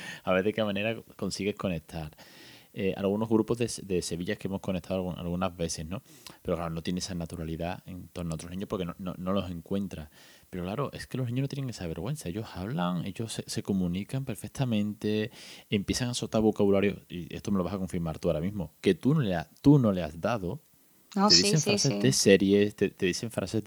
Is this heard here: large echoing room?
no